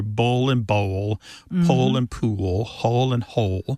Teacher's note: pronouncing that dark L kind of requires the back of the tongue to raise toward your soft palate. And that movement of the tongue pulls the vowel that comes before the L in a new direction.